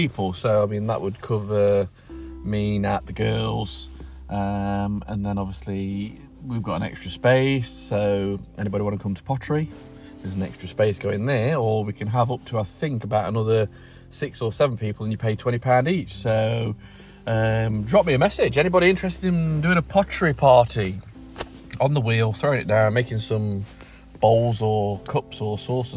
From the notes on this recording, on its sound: Just sitting in the car over 3 days and just chatting